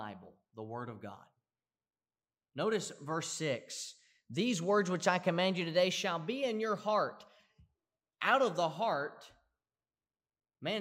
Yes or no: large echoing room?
yes